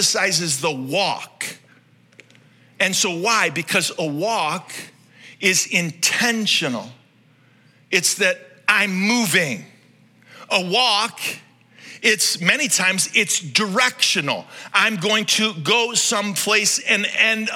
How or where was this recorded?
large echoing room